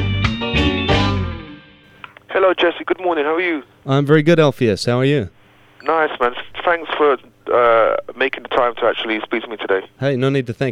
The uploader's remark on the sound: recorded via telephone